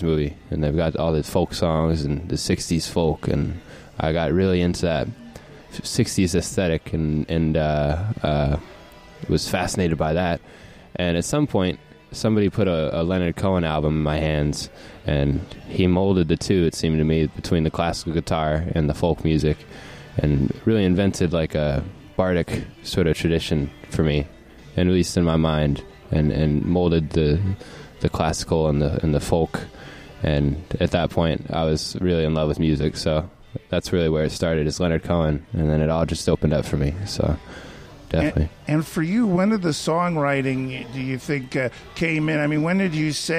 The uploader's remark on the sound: The music was recorded in person at Frank's Place in Ocoee